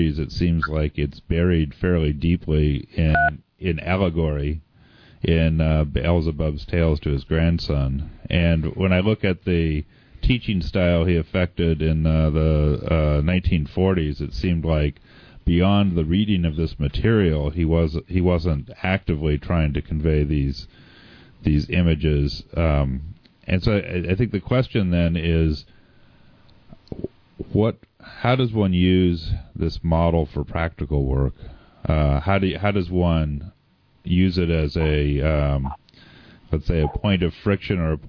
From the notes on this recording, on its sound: we speak by telephone